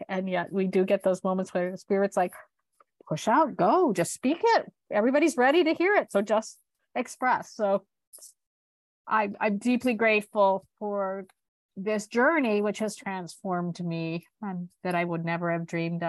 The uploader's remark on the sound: This podcast is a recording of a Zoom conversation